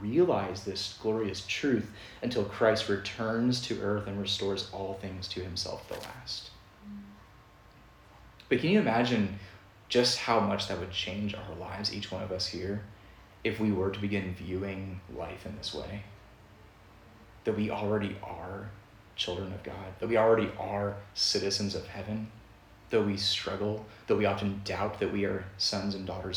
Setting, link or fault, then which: setting, large echoing room